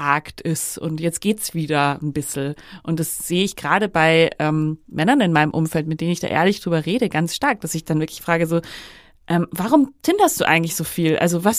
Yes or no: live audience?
no